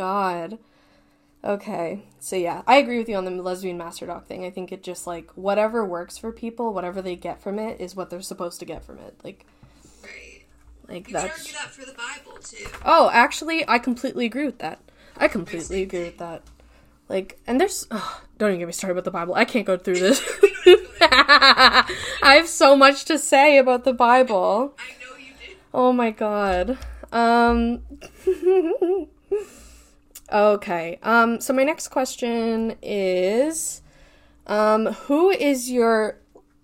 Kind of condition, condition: fault, poor sound quality